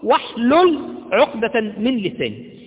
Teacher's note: لما جاءت قبلها الواو لم تنطق الهمزة · Term: همزة الوصل